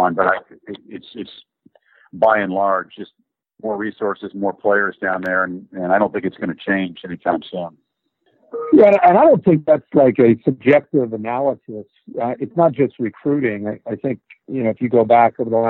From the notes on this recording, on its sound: This episode is the National Championship teleconference. Which ESPN kindly allowed High Motor to share in its entirety.